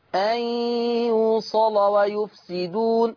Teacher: حكم اللام وصلا التغليظ قولا واحدا